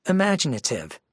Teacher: 5 syllables, main stress on the second syllable.